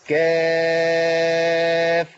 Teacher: احنا عندنا الحروف المقطعة أوائل الصور لها أداء معين بمعنى أن كاف تمد 6 حركات